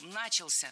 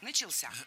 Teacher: Правильный вариант – «начался», только так. Ударение в этом слове падает на возвратную часть «ся». · Shown in: second take